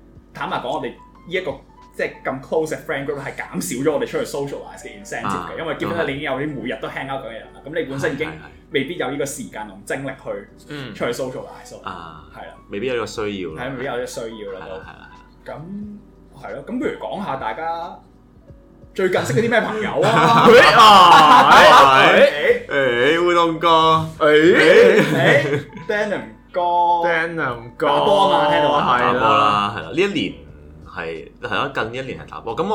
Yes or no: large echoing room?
no